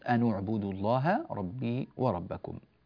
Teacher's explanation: بضم النون في حال الوصل